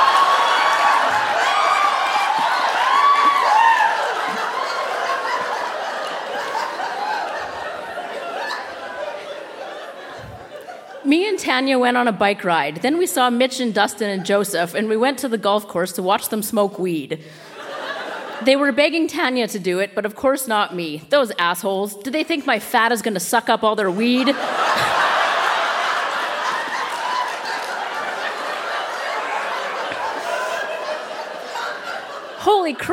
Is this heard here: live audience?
yes